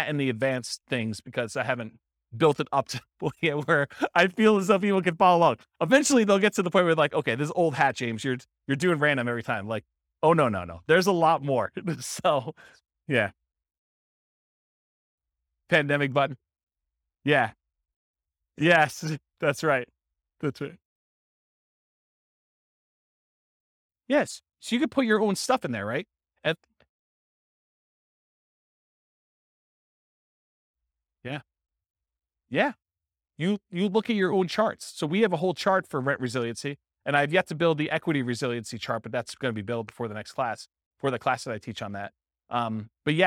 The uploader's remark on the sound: This was a live class recorded